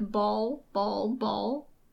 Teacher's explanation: if you say, like, ball, ball, ball, the L sound is made with the back of your tongue · Term: dark L